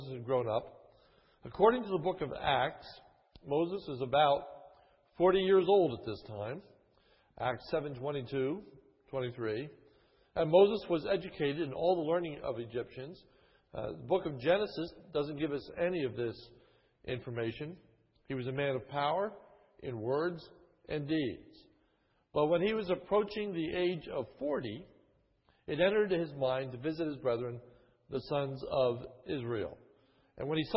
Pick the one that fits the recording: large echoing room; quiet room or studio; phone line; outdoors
large echoing room